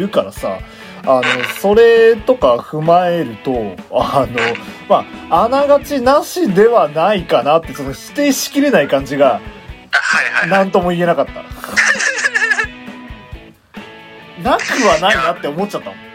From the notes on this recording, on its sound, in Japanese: 録音機材：iPhone7